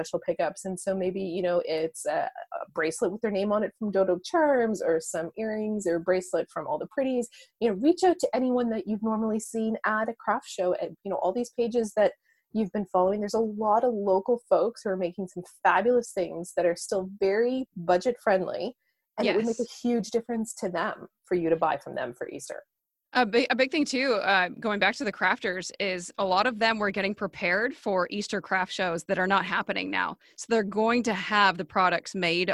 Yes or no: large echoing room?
no